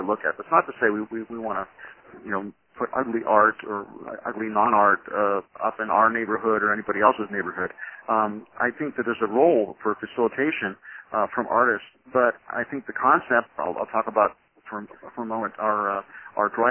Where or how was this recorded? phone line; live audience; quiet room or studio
phone line